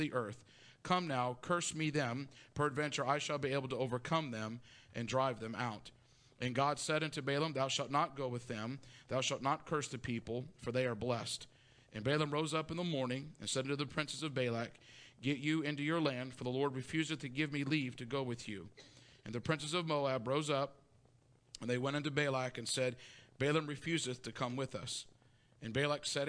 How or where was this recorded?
large echoing room